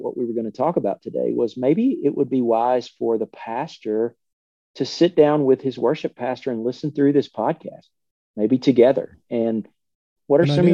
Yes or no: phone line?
no